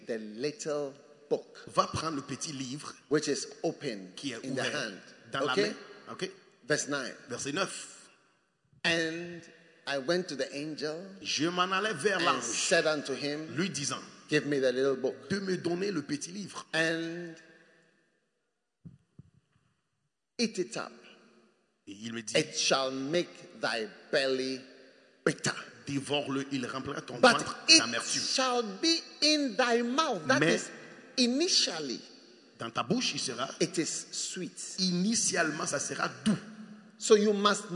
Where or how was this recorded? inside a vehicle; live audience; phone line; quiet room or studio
live audience